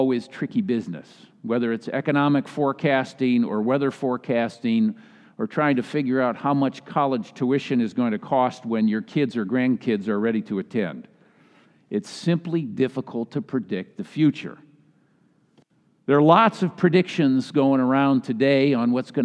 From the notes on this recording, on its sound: was delivered during the Traditional Worship service.